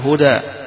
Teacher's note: هذه من الكلمات اللي فيها قراءات بين الفتح والتقليل والإمالة